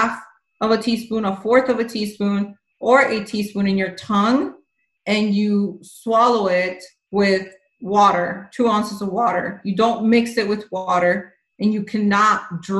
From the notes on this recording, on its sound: This is a replay from a zoom call